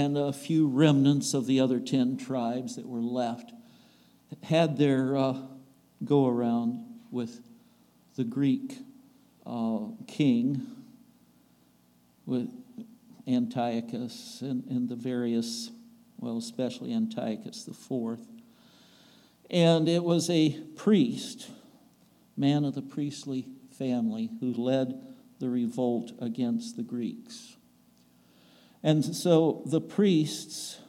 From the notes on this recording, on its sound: At the Ringgold Seventh-day Adventist Church.